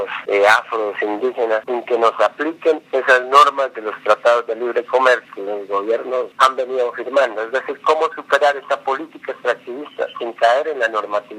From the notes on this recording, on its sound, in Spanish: Editado con las grabaciones de las llamadas telefónicas que ciudadanos, registrados en #ElRetoDeLoS10Minutos, tuvieron con los candidatos a la Presidencia y a la Vicepresidencia.